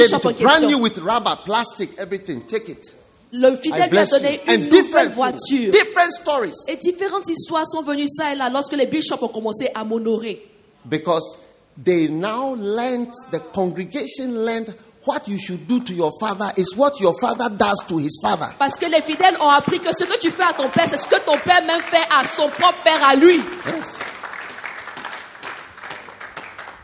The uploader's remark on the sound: Preached at a Healing Jesus Campaign Pastors' conference in Abidjan, Cote d'ivoire the 30th of January